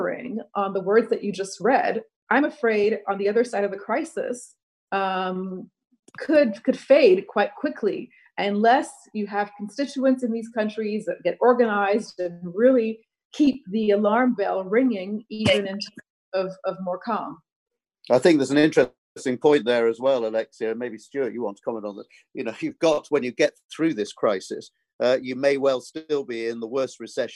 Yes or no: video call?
yes